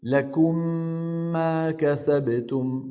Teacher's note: طيب والإدغام مر معنا من شوي: لكم ما كسبتم، مثلا لكم ما التقى في النطق إيش؟ ميمان، الميم الأولى ساكنة والثانية متحركة، فندغم الميم